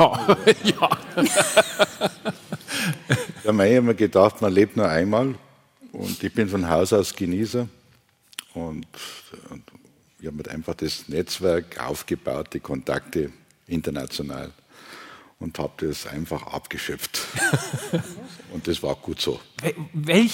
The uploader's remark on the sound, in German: live aus der Lokremise in St.